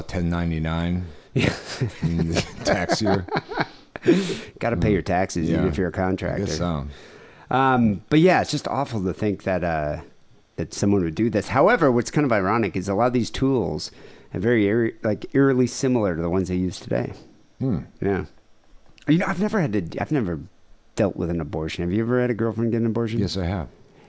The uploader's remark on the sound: Phone calls.